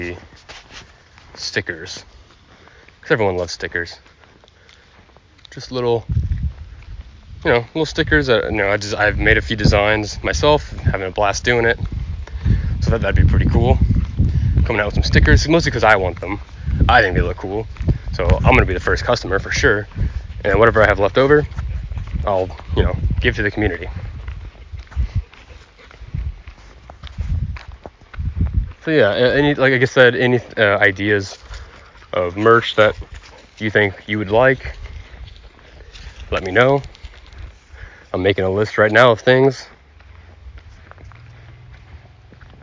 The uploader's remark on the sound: I go on a walk with my guest through nature to enjoy the fresh air and beauty of the outside world.